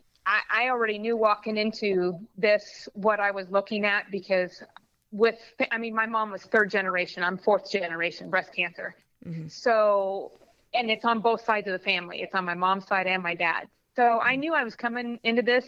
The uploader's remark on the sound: over the phone